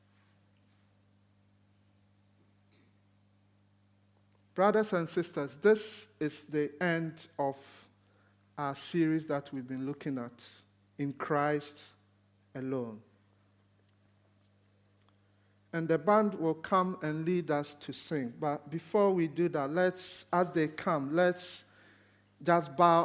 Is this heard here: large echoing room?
yes